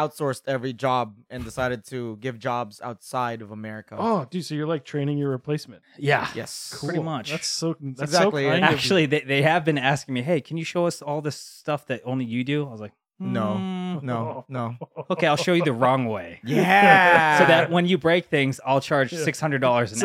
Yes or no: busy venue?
no